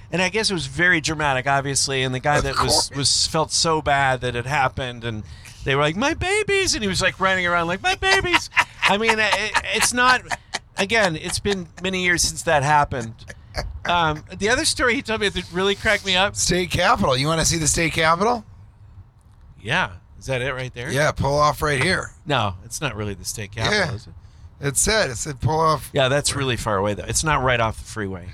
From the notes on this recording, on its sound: Flying Naked: A Montana Holiday Roadtrip Special. Recorded while driving through Montana.